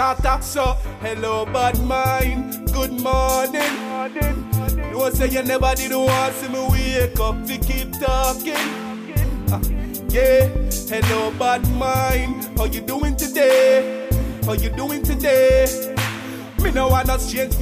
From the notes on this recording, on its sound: Was performing at a launch in New Kingston so I had to have a chat with him backstage.